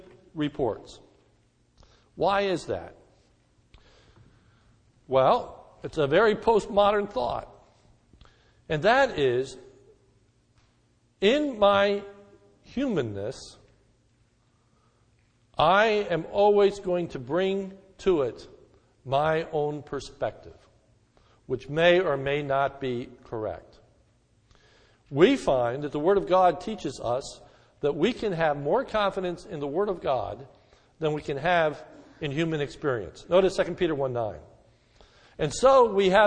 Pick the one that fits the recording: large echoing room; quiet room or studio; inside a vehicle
large echoing room